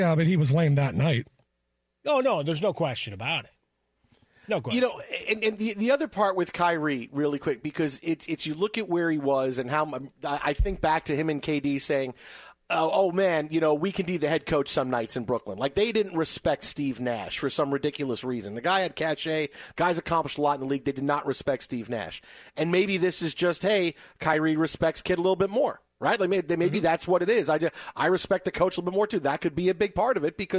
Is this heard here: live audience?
no